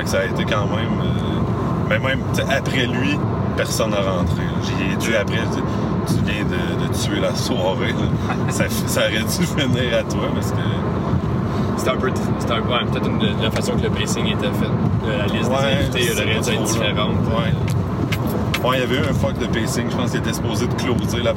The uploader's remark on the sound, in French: se déroule sur la route alors que vos animateurs se rendent à un open-mic à St-George de Beauce